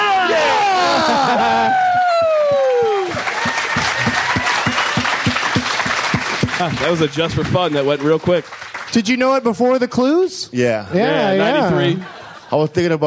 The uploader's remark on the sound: Live from Cap City Comedy Club in Austin, TX